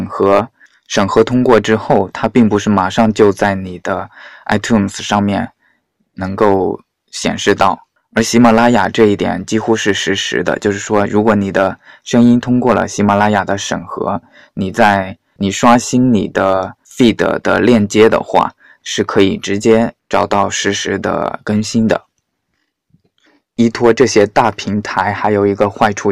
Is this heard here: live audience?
no